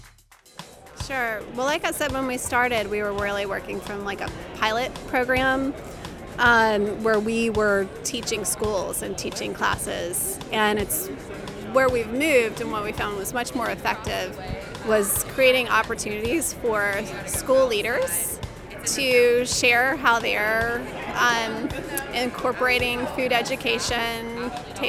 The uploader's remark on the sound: A special episode which took place at the Georgia Organics Conference in Athens. We stopped by to chat with a few attendees and listen to what this special has meant to them this year, the past decade, or longer…